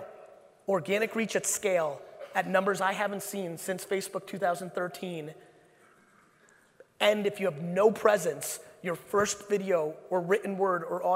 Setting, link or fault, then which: setting, live audience